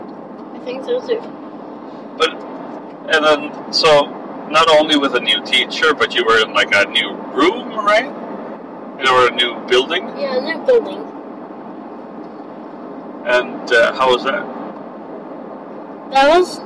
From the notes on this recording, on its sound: podcast in the car